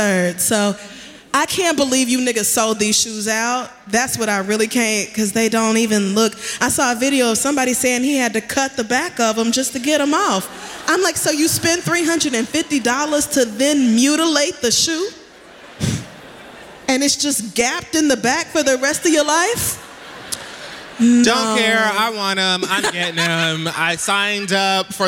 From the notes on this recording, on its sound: 10 Year Anniversary Live Show. Live Show from The Beacon Theatre NYC.